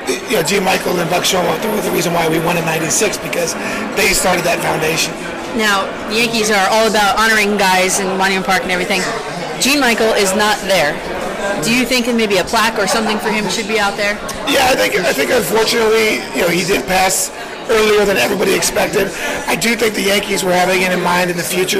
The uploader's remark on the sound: A Mint Pros Stadium Suite Event. Meeting fans at Yankee Stadium.